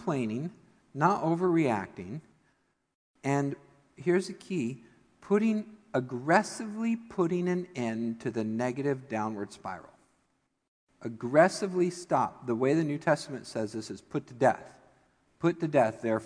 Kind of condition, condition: setting, large echoing room